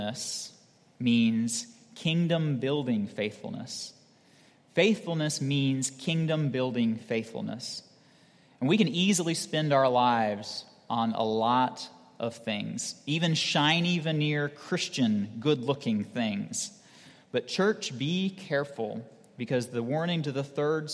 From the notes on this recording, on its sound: at Redeemer Presbyterian Church in Charleston, SC